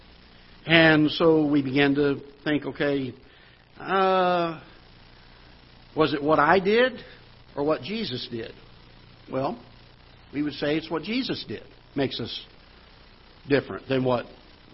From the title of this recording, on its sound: Ketha Heights Baptist Church ~ Live Broadcast